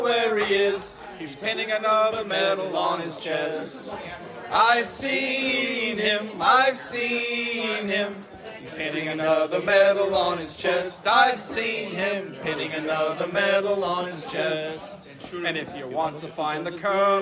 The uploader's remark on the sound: featuring field recordings from the Red Cross Canteen